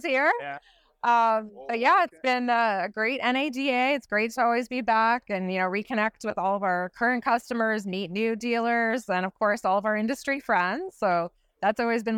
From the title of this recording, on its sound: "Live" From NADA 2024